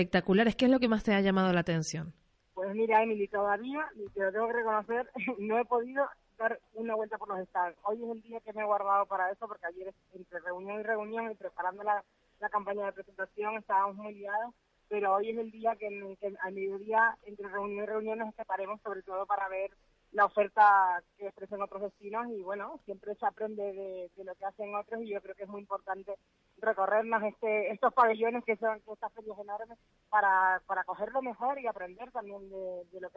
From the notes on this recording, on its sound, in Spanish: Gente Radio. Entrevista telefónica. Concejal de Turismo de Puerto de la Cruz, durante su presencia en Fitur.